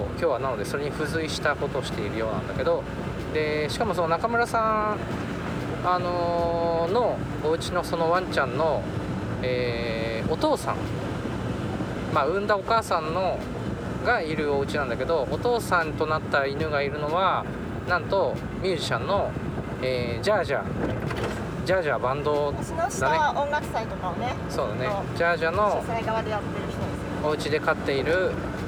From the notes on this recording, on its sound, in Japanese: 軽トラでクリーンセンターへゴミ出しに向かう道すがらの収録